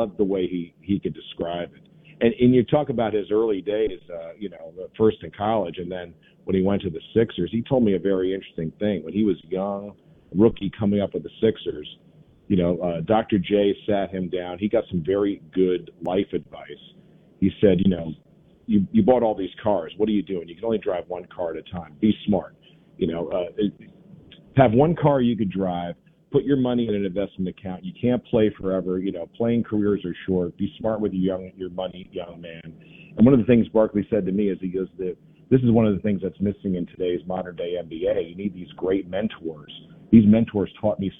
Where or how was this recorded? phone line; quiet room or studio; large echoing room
phone line